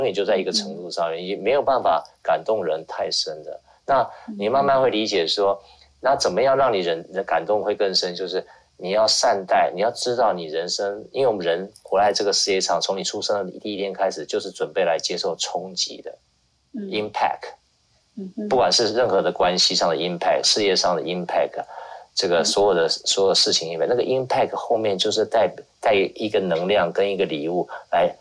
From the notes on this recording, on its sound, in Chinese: 於clubhouse上演說並現場錄音。現場錄音，原先只存檔用並無公開，音質上請多多包涵。